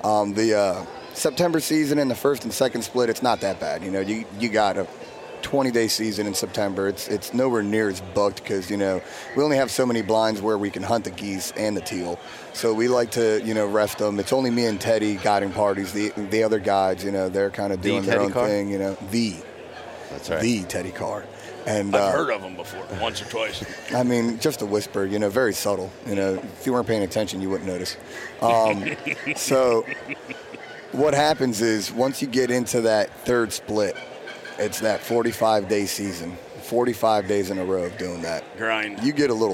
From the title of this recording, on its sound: Live from the Great American Outdoor Show 2019